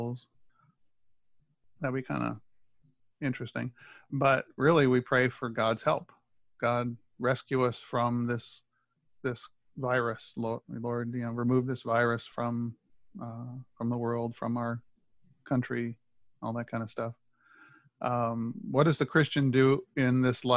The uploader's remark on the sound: my ZOOM recorded Bible Classes